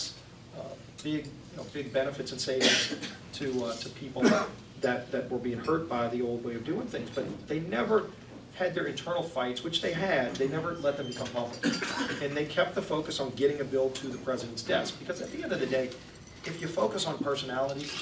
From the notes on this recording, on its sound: WASHINGTON, DC. Spoke to a luncheon meeting of The Ripon Society.